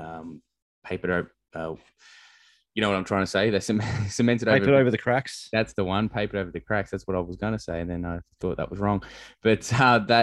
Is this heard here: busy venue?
no